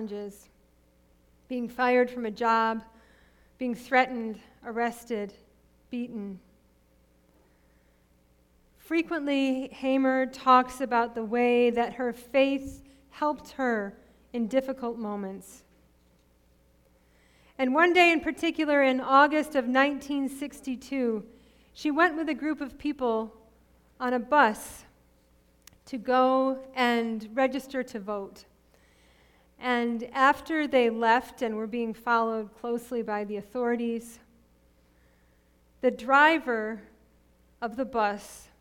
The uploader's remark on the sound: Sermon preached at RCHP on March 6, 2022.